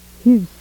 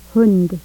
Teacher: contrast long and short rounded central vowel